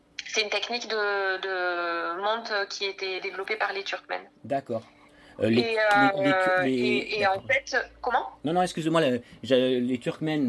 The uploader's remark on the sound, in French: interview enregistrée le 22 août 2022 par téléphone